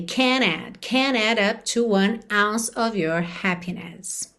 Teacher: esse can't não vai estar aí tão perceptível como negativa, porque a ligação vai ser no N